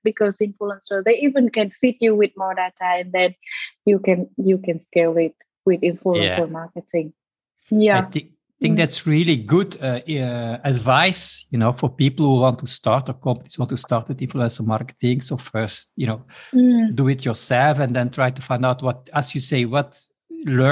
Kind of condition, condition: link, video call